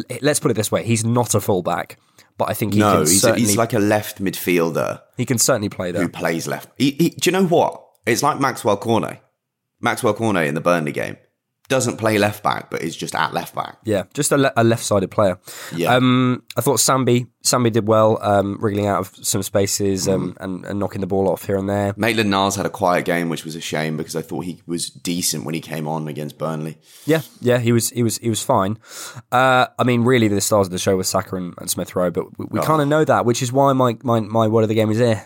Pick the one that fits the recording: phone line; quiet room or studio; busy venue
quiet room or studio